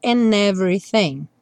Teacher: Você pode escolher usar o D para conectar and everything ou reduzir o D e usar o N